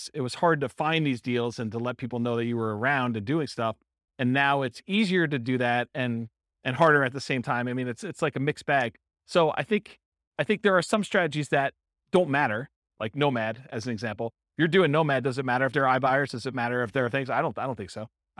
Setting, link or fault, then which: setting, live audience